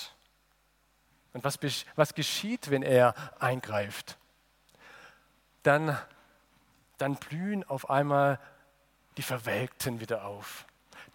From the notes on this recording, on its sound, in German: aus dem Gottesdienst der Liebenzeller Mission